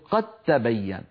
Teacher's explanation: فلا يبقى للدال أثر في النطق، ننطق تاء مشددة هكذا، قد ت قد تبين، ولا يبقى للدال أثر. · Term: الإدغام